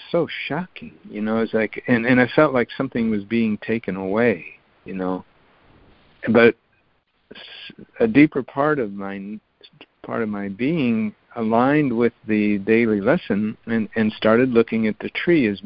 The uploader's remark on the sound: ACIM Daily Conference Call